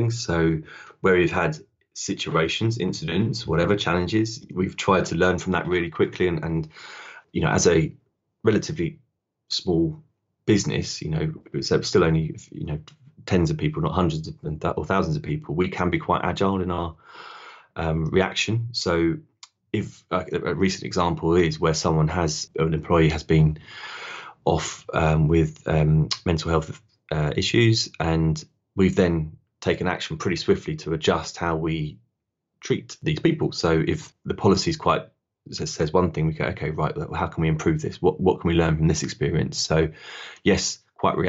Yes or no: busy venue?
no